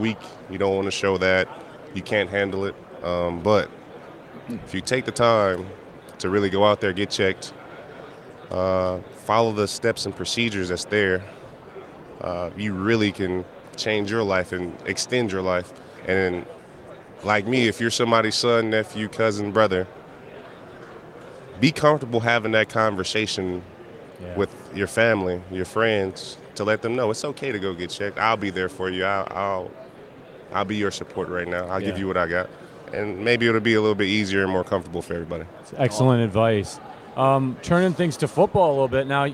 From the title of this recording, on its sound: Live from Super Bowl LVII - Day 3